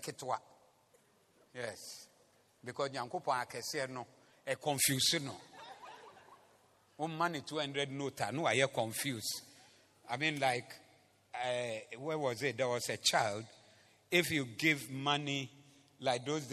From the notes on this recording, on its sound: Preached at the Zeloo Service.